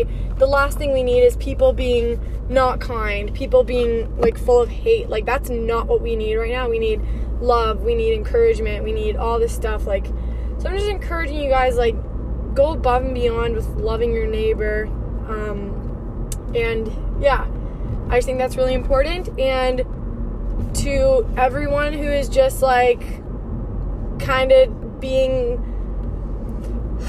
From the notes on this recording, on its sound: In today’s episode i am driving while podcasting.